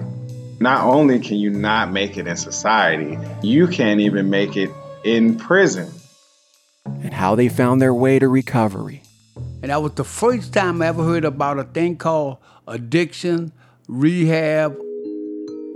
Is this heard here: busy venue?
no